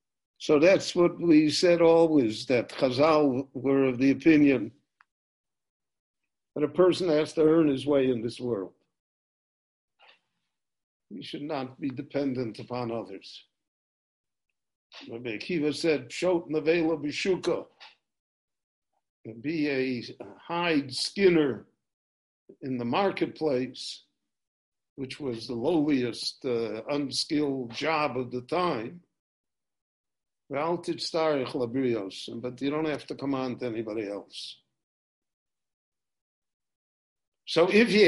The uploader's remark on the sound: This lecture was recorded LIVE via Zoom in Jerusalem on July 19, 2020.